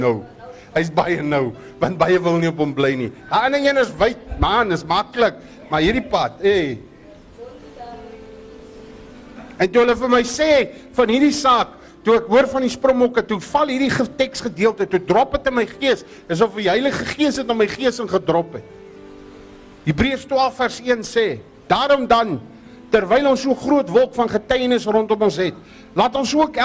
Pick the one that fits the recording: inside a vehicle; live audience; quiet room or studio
live audience